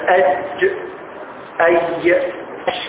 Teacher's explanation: وسط اللسان بتخرج منه ثلاثة أحرف. الجيم والشين والياء · Term: شجرية